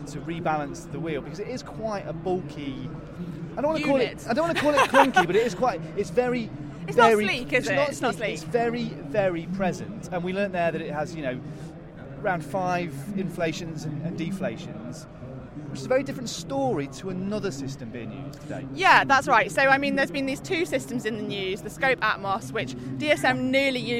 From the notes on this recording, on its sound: This episode of Service Course was recorded on location at the Hell of the North. Two breathtaking races at Paris-Roubaix.